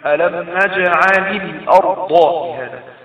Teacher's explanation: طيب الارض بتبدأ بألف وصل، فألف وصل ساكنة واللم بتاعت نجعل المجزوم الفعل ده مجزوم ساكنة، فينفعش التقاء ساكنين، فبنحرك نحرك اللام بحركة عشان يسهل القراءة، فمنقول ألم نجعل الأرض مهادا، نجعل الأرض، يبقى اللام في نجعل ساكنة أصلا لكن دي وراء حرف ساكن وينفعش التقاء ساكنين، فبنحرك اللام حتى تسهل القراءة